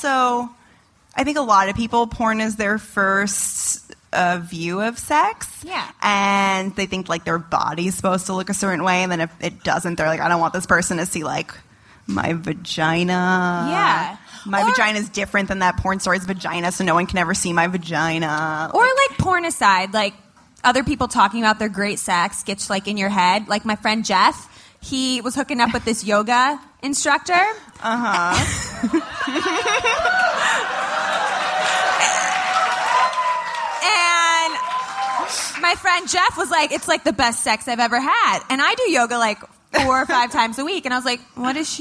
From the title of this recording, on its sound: Live at SXSW